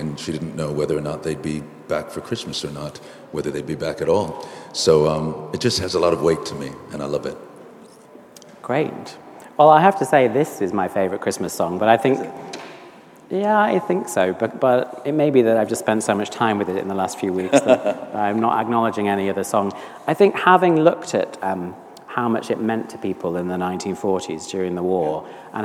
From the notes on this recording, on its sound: on 6th December 2023 at St Paul's Church, Covent Garden, London.